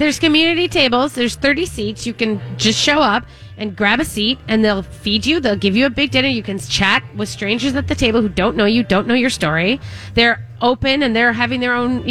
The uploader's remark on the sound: Broadcasting live at Southern Lights.